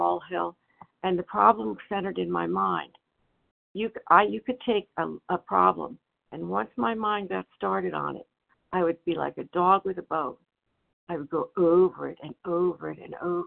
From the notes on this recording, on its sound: 100 Pounders Phone Meeting